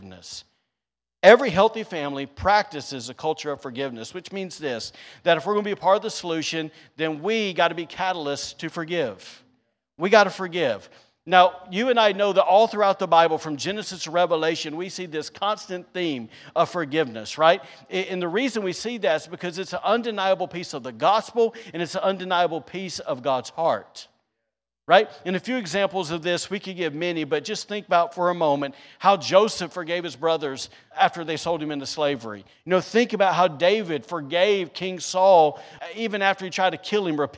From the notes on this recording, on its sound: recorded on Sunday, July 10th, 2022, during service at The Anchor Church in Rockport, Maine